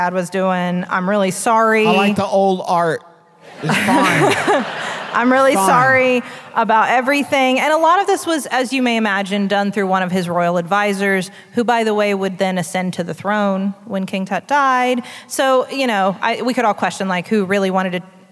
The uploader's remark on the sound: Live from Columbus, Ohio, home of the first Wendy's, and also COSI, the Center of Science and Industry!